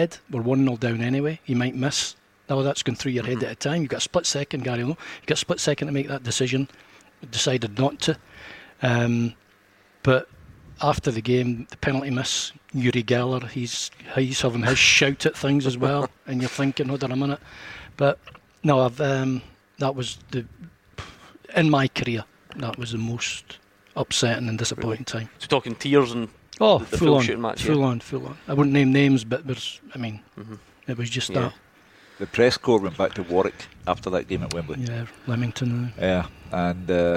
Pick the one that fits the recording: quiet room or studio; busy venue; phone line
busy venue